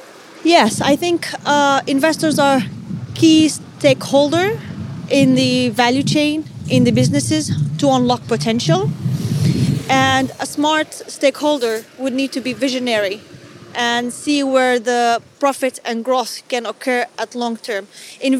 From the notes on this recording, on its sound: The EIB Institute’s Social Innovation Tournament. Live from the event in Stockholm.